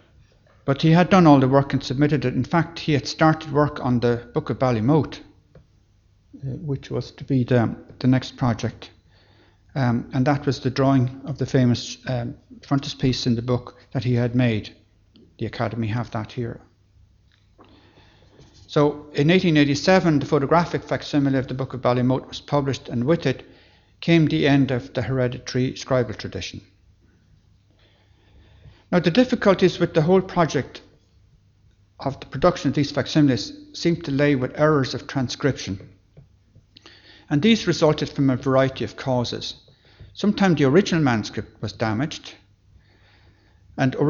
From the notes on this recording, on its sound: Library Lunchtime Lecture. Location: Academy House.